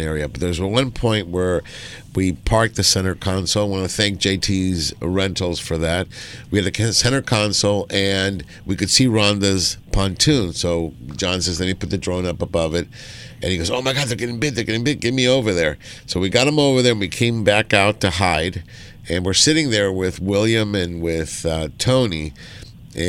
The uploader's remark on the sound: "LIVE" from Angel Stadium in Anaheim, CA